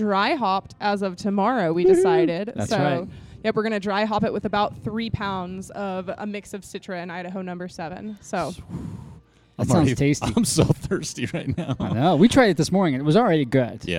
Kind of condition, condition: setting, busy venue